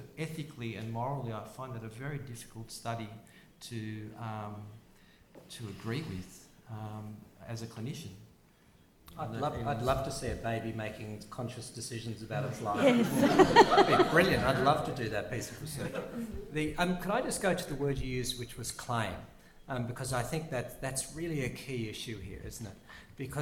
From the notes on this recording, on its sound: Panel discussion with audience Q&A